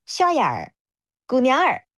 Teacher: 杭州话当中它的这个儿其实都是分开的音节，它不会卷舌头 · Term: 儿化